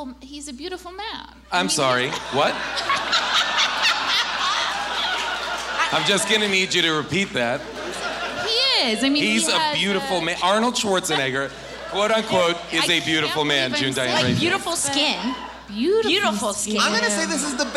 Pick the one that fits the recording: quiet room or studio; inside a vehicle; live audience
live audience